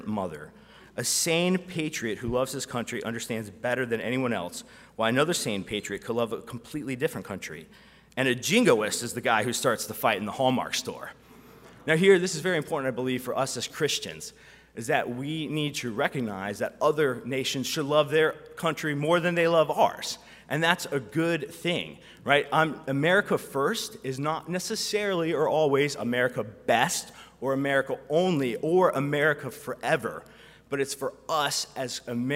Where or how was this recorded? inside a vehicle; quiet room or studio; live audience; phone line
live audience